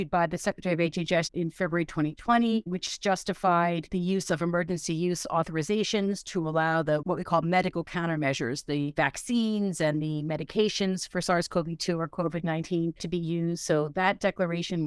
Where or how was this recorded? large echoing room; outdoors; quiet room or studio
quiet room or studio